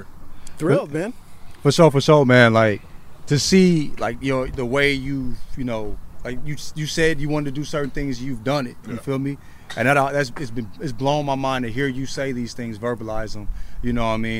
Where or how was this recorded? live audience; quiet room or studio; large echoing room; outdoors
outdoors